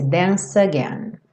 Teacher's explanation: Lembra que o E final do dance não é pronunciado. Então a gente junta o C com again e esse C com som de S. Dance again.